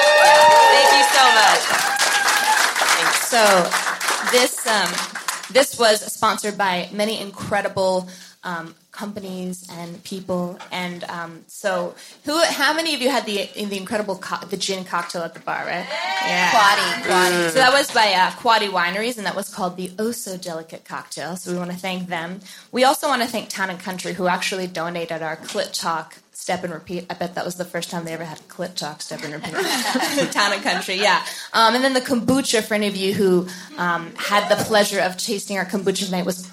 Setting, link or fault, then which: setting, live audience